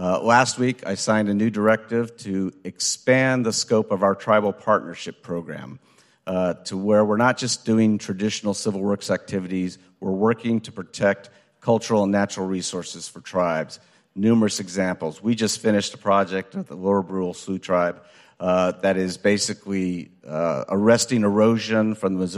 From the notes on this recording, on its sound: Tribal and federal officials participate in a panel discussion at the White House Tribal Nations Summit on December 6, 2023.